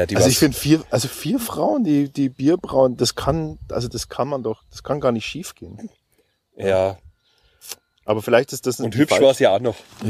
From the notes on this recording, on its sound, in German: Sitzen wir bei dieser Aufnahme im Freien zwischen Strohblumen und Klee und lassen uns die Sonne auf den Pelz scheinen.